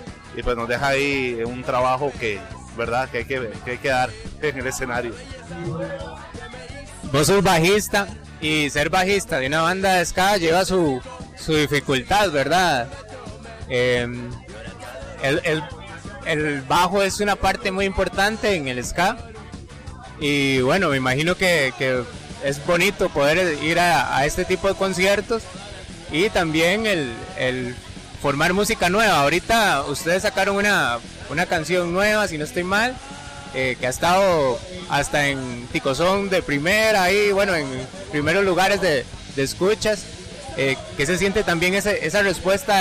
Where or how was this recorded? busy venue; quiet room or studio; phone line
busy venue